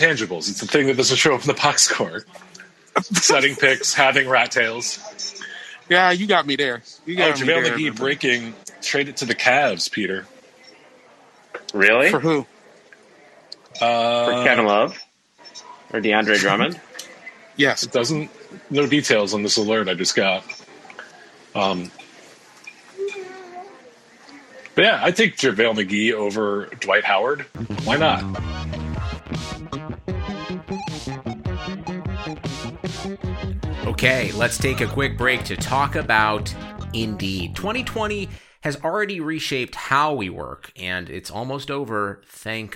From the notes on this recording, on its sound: Live from the Nashville Airport. The buds do it live on the Locker Room App. Sits outside a Chili's in the Nashville airport.